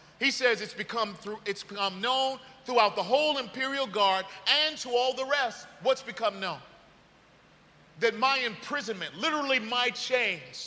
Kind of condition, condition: setting, large echoing room